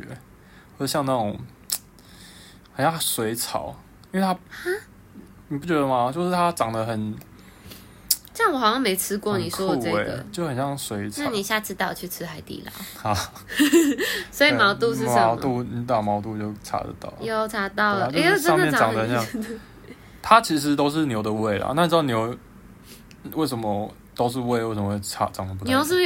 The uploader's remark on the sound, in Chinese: 這集在窗邊錄結果雜音好多